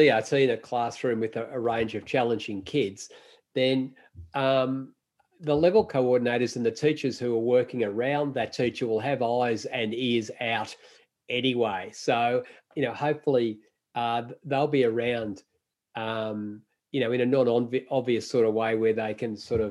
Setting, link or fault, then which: link, video call